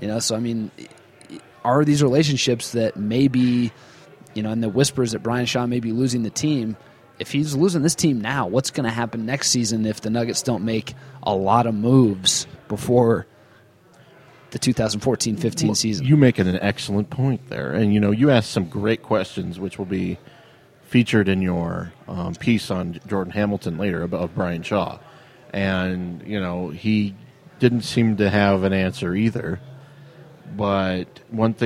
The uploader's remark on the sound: Live at Jake's Food & Spirits (3800 Walnut St.) to record this week's show.